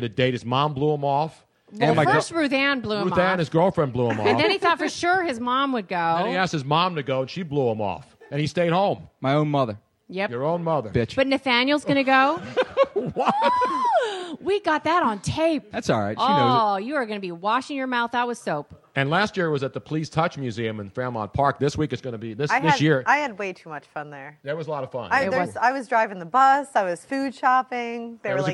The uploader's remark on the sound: Dazzled the live audience at Comedy Sports Theatre. A live call in from the owner of Nicks Place in Houston, Texas.